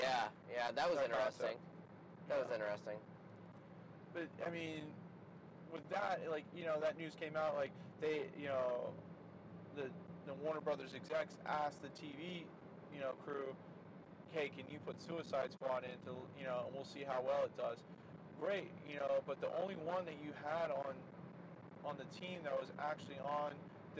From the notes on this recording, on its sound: Apologies for the background noise since we recorded this in the car traveling.